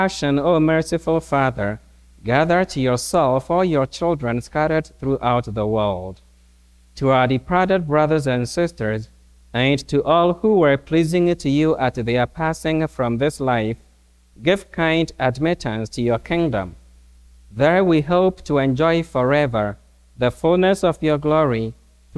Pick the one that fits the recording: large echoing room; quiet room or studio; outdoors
large echoing room